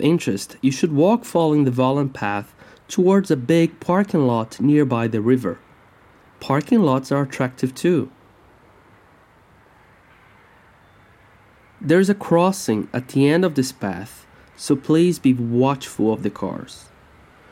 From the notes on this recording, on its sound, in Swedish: Ljudpromenad i Kungsbacka. Som del av Art Inside Outs residens "Andra koreografier, nya rum utifrån begreppet kritisk turism".